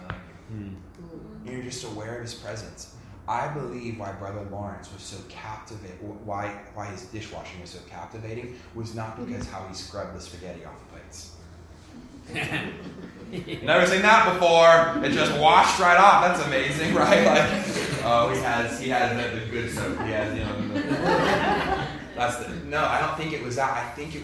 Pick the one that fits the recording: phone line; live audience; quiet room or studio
live audience